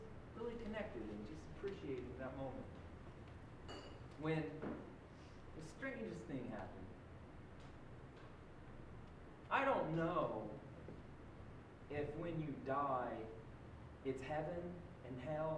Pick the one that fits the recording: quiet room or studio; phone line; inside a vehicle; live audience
live audience